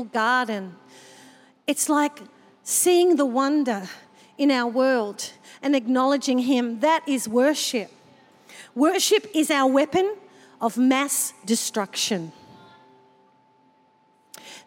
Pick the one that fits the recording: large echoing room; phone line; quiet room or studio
large echoing room